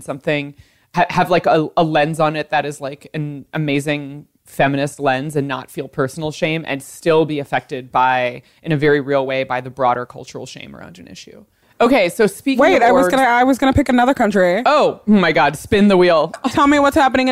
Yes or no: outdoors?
no